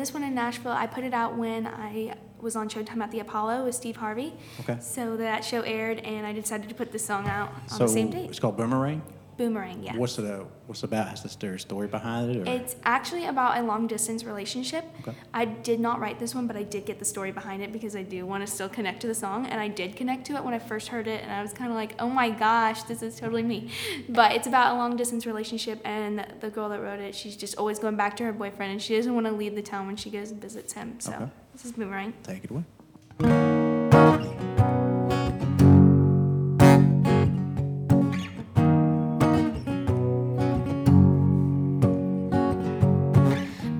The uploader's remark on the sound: live from the Oakhouse in Canton Ga